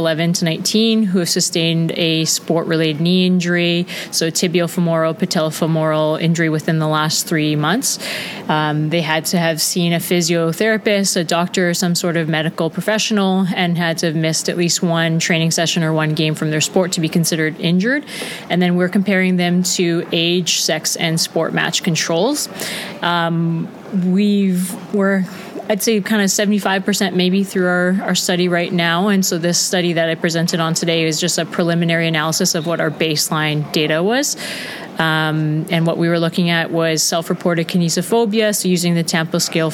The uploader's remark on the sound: LIVE from the WCPT Conference in Geneva, Switzerland. I am coming to you live from Geneva, Switzerland at the WCPT meeting and right now I have the distinct pleasure of sitting across a table.